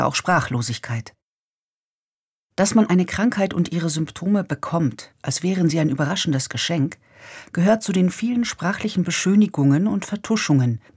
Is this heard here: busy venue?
no